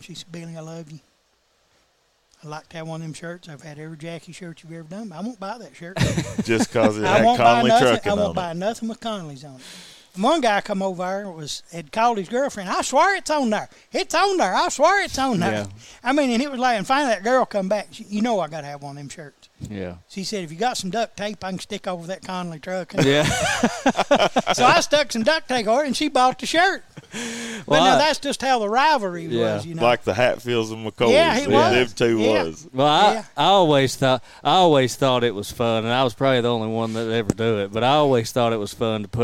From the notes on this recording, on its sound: live from Graphic Impressions